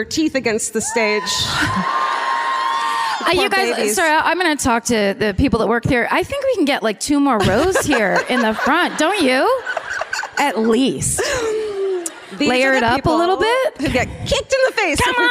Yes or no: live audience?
yes